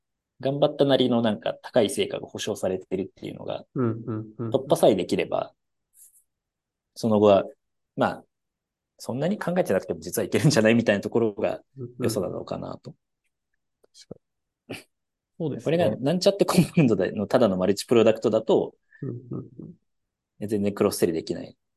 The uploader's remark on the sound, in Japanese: 社内1on1を大公開！限りなくZoom音源を生々しくお届けします。